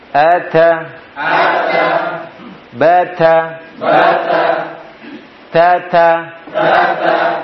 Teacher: Ujung lidah dengan apa? Pangkal dua gigi seri atas. · Term: Makhrajnya